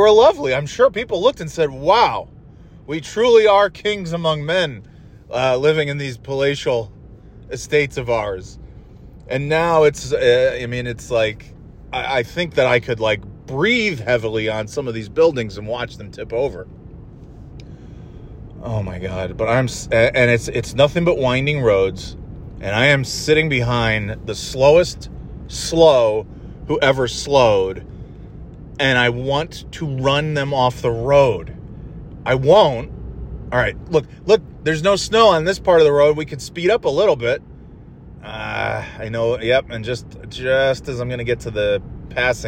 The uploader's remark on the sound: Driving to NY in Snow